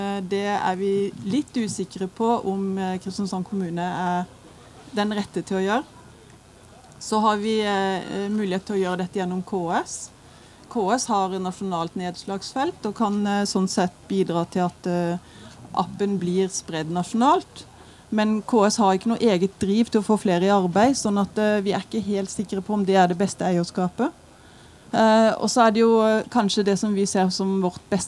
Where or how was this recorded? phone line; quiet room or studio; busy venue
busy venue